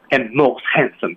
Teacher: 注意失去爆破的处理还是要有的，most and 都是 d 不发音，t 不发音的位置啊